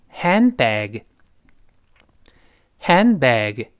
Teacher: handbag 中间的 hand 当然失去爆破